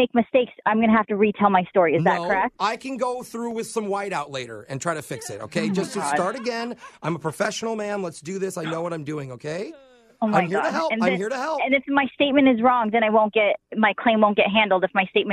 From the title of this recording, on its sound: Phone Tap